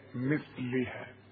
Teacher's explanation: مثلها طلع لسانك في الثاء، لازم مثلها.